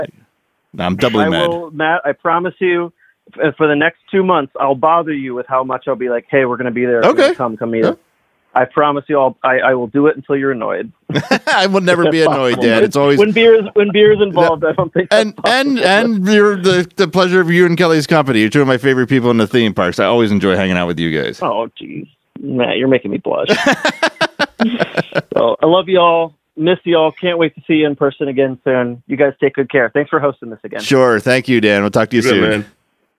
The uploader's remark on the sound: Instant Reaction Call-in. We’ve opened up the phone lines to the HHN community.